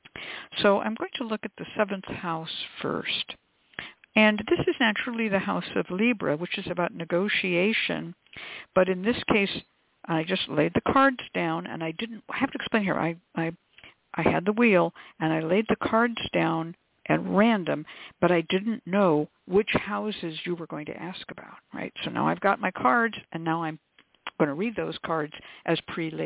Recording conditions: phone line